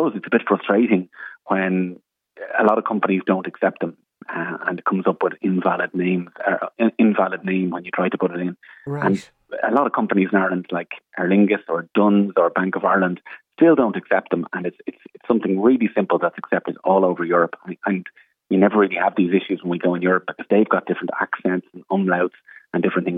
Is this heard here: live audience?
no